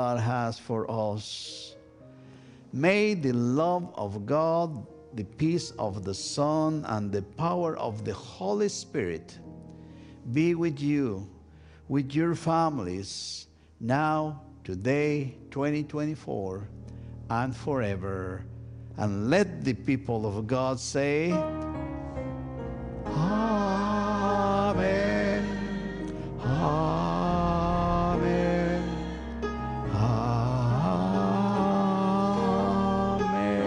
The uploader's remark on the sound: First United Methodist Church of Pacoima. A special recorded live service on January 7, 2024. We are located at 12550 Van Nuys Blvd.